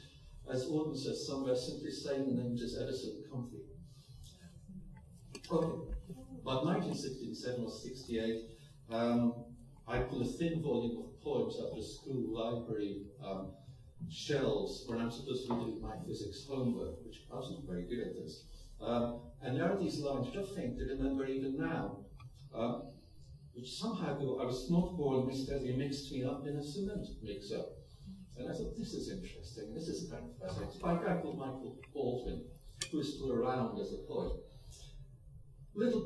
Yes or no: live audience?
yes